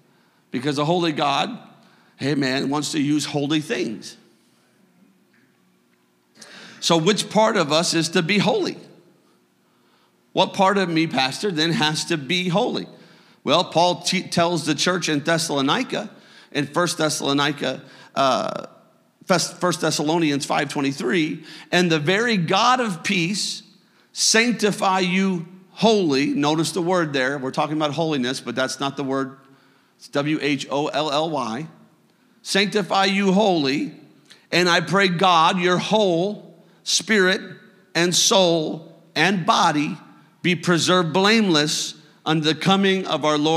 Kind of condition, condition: setting, large echoing room